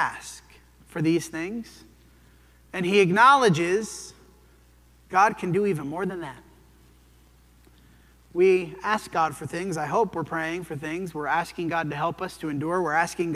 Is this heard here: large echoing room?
yes